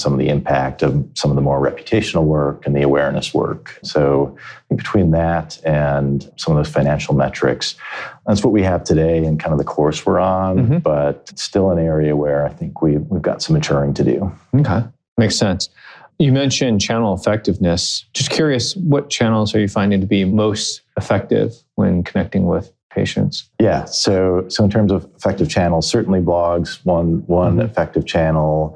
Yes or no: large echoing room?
no